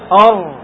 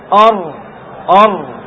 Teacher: ينحرف ظهر طرف اللسان، ظهر طرف اللسان إلى جهة اللام أو إلى جهة داخل الفم · Term: انحراف